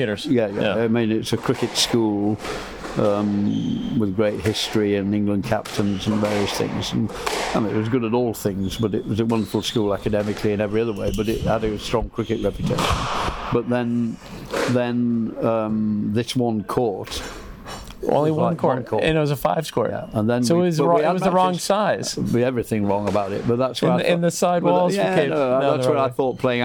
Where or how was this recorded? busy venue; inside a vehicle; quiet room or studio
busy venue